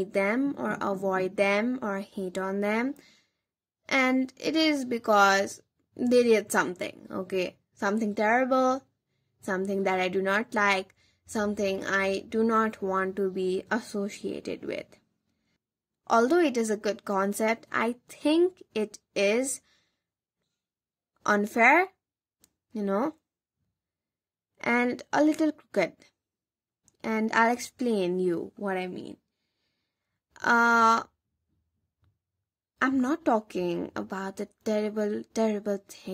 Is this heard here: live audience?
no